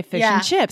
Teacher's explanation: nobody ever says the whole and between words when we're speaking. It always becomes just this little, again, it's that nasal, like, sound that pops up. · Term: elision